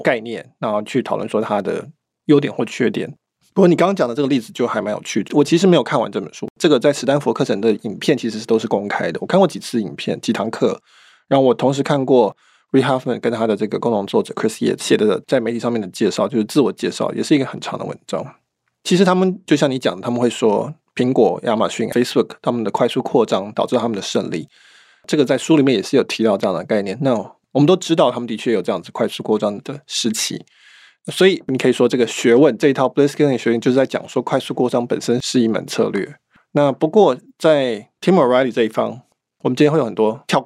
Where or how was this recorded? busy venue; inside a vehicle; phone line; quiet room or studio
quiet room or studio